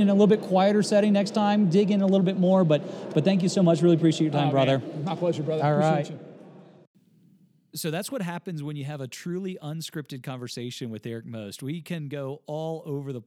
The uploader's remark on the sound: Live from C12